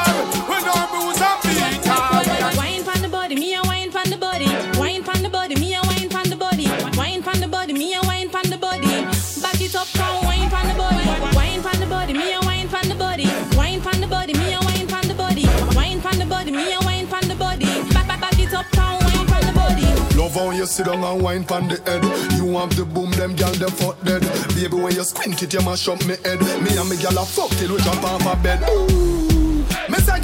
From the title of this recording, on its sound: LIVE AT ISLAND SATURDAYS ON OCT. 1ST